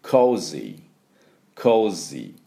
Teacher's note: S の音が蜂の羽の音に化けます。 · Term: Z の音